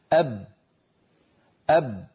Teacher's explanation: مهما ضغط الإنسان فإن الشفتين قد انقفلتا ولم يعد هناك مجال لأن يمر جزء ولو قليل من الصوت